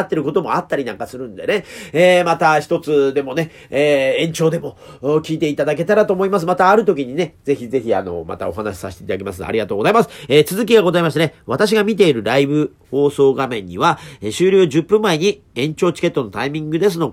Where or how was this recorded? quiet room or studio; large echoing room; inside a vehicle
quiet room or studio